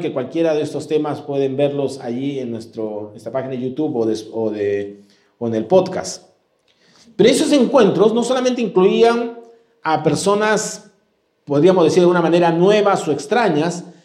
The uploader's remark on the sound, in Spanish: presentado en vivo el domingo 9 de octubre de 2022